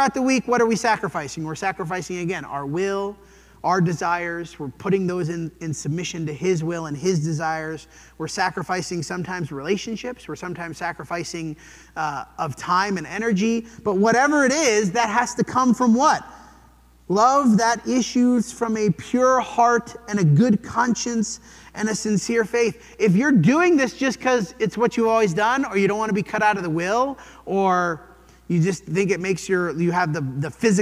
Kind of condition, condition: setting, large echoing room